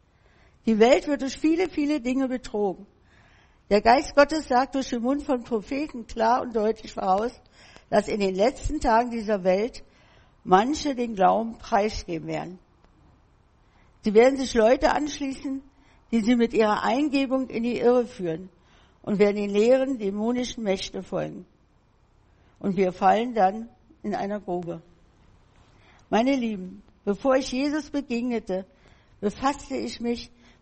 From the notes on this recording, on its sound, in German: im Gemeinde-Zentrum in Berlin aufgenommen.